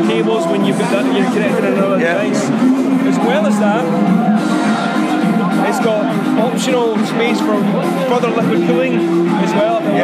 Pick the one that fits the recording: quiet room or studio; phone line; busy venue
busy venue